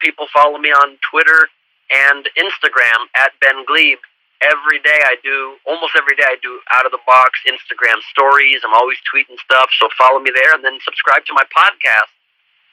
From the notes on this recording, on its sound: Called in for our end of the year program to share some personal highlights of the past year.